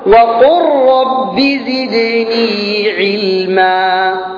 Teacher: إدغام. يدغم اللام للتماثل والراء للتقارب